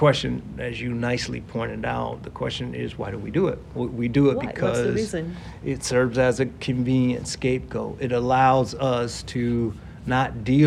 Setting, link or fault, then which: setting, busy venue